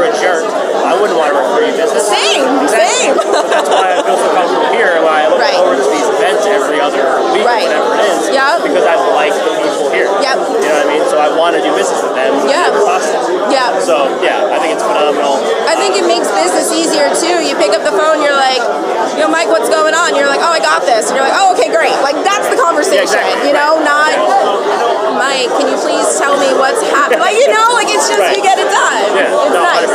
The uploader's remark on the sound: The Morning Spotlight podcast records live from the Beers and Referrals Networking Palooza on August 4th 2021. The event was held at HOPS Craft Beer and Wine Bar in Morristown, NJ.